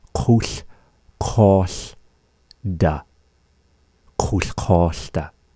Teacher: And so it's as if you're kind of making this repeat of that word kul, but then dragging out the o, making a more elongated open vowel